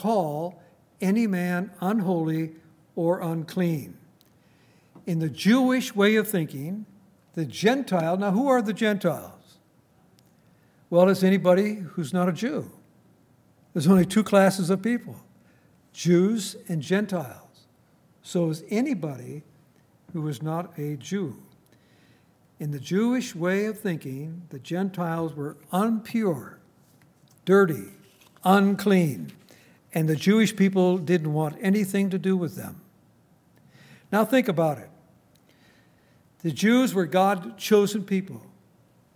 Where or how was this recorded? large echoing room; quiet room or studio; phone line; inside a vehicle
large echoing room